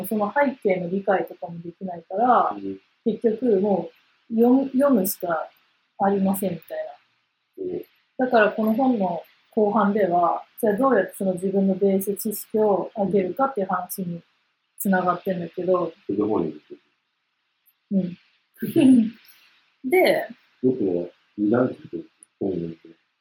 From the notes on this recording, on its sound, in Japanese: 音声が悪くてすみません。